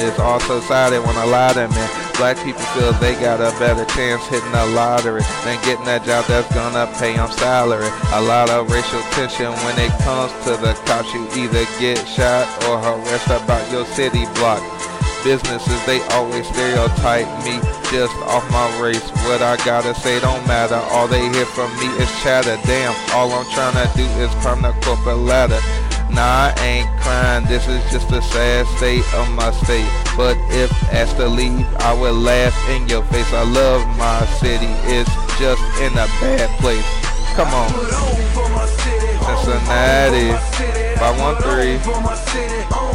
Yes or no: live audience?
no